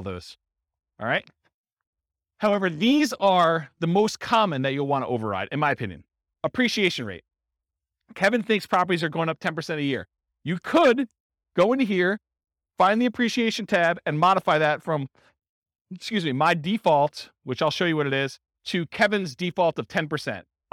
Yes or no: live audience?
yes